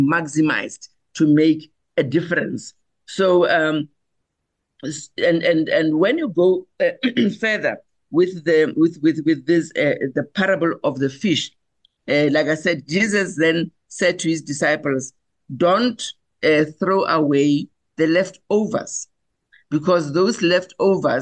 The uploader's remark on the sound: The Transformation Table Zoom Meeting 8 Feb 2024